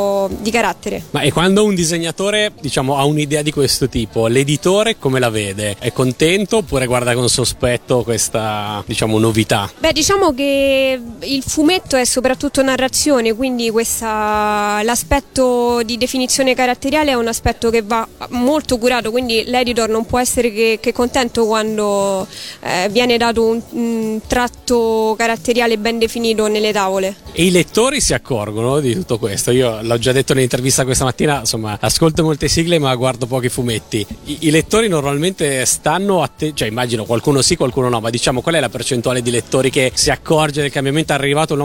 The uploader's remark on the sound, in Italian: Da Etna Comics 2012 la nostra intervista